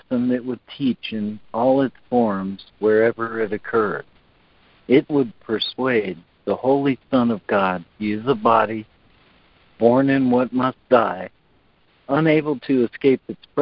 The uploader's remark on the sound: ACIM Daily Conference Call